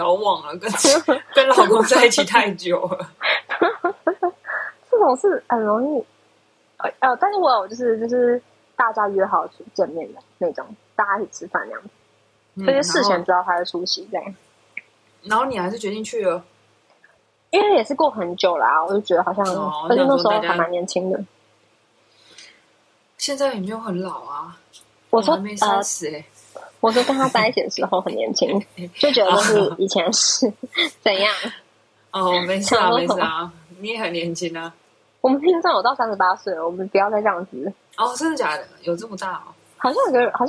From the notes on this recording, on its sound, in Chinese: 這集我嘗試用新耳機錄音沒想到音質反而比較雜，請大家稍微忍耐一集。